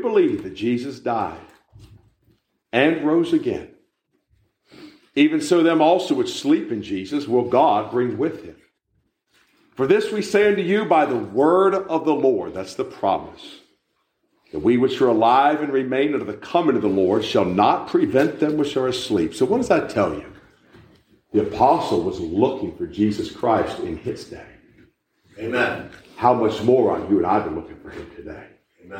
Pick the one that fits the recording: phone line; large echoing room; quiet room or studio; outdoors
large echoing room